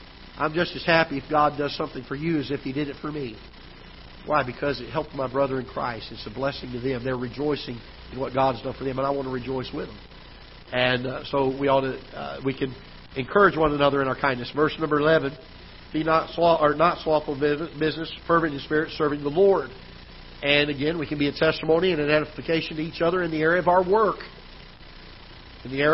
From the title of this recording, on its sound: Ketha Heights Baptist Church ~ Live Broadcast